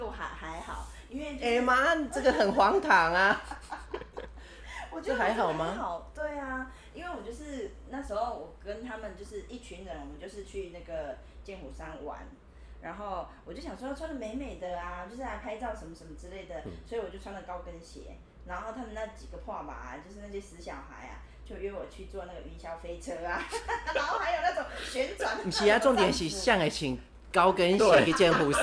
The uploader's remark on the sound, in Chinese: 因錄音場所有更換的關係，音量會忽大忽小聲，敬請見諒！